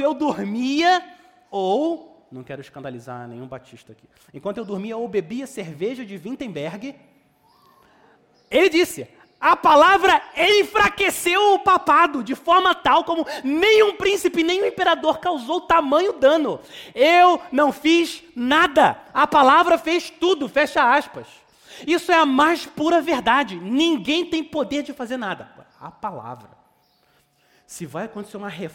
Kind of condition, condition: setting, large echoing room